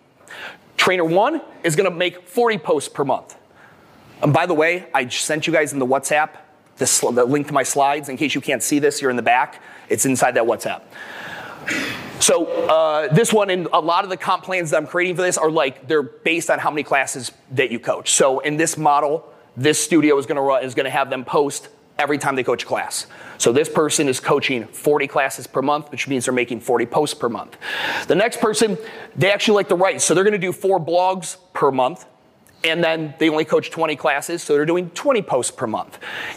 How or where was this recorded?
live audience